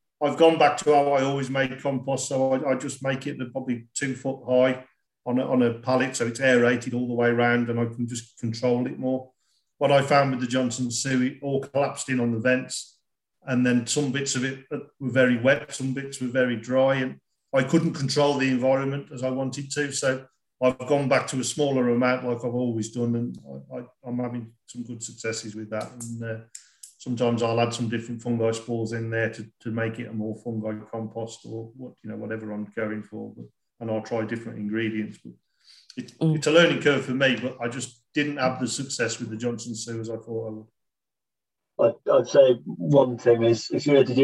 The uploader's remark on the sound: it comes from a live skill exchange call that I hosted from late last year, and the last half of the recording goes into the Q&A portion from farmers in our network.